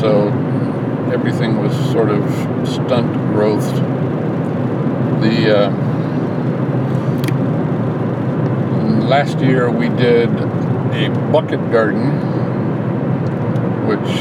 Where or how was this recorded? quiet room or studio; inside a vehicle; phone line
inside a vehicle